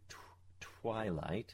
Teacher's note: that W is likely to have some of the voicelessness, the aspiration of the T